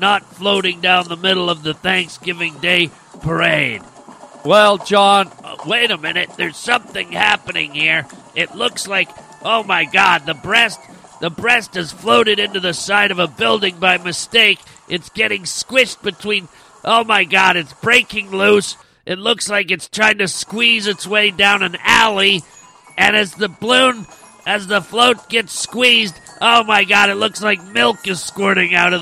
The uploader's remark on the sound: Yes it is here, the 59th Annual Harland Highway Thanksgiving Day Parade! We are going live to the streets.